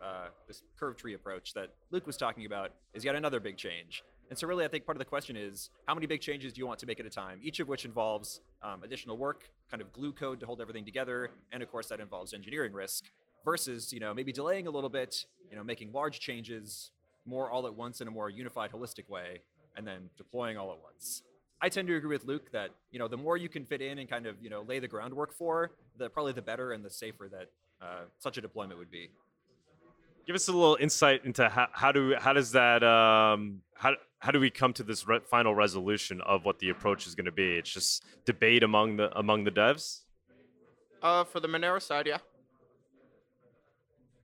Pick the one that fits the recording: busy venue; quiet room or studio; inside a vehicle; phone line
busy venue